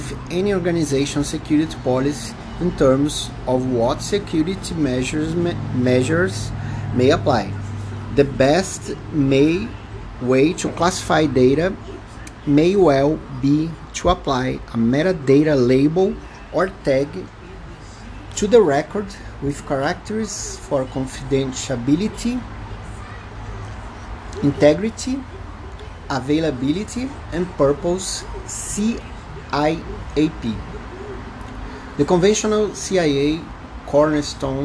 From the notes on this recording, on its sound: Please apologize me for noises, mistakes and mispronouciation. Brazilian Portuguese accent.